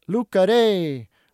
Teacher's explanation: So Luca, two syllables, has a high-low tone pattern